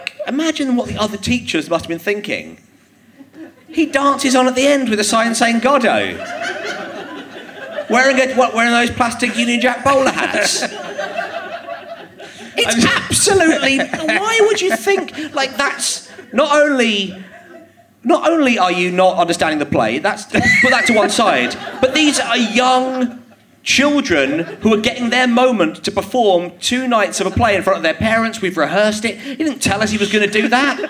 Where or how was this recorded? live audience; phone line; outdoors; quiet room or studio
live audience